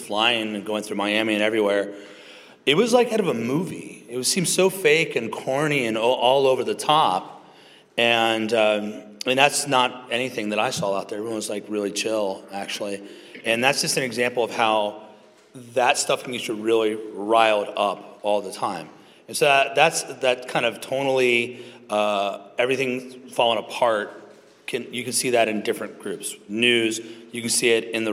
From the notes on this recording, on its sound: Live Conversation. This episode was recorded like at the 2023 King's Domain Conference, "Clear Speech for a Confused Age."